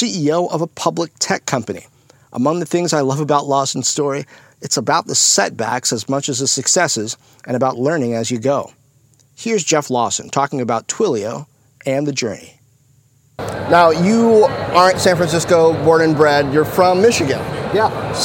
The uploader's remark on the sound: at a tech conference in Barcelona, Spain